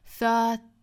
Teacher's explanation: 英音来说，字母 T 的发音是爆破十足的